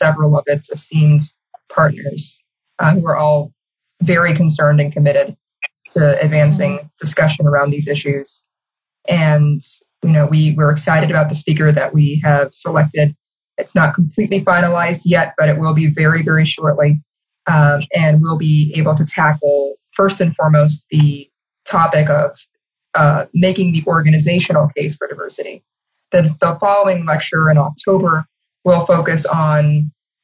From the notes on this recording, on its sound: sits down (to a Zoom call)